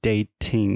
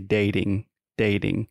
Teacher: So that's what we call a flap T. It's it's I'm not really articulating the t · Shown in: second take